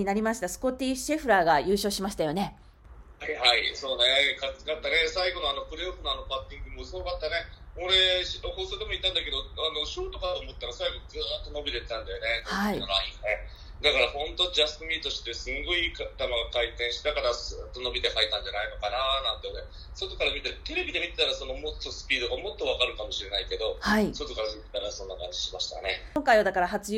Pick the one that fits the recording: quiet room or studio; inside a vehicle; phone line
phone line